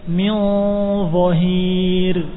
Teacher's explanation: Ikhfanya sudah benar dan mendekati dha, tapi kurang tebalnya. Dha huruf yang tebal.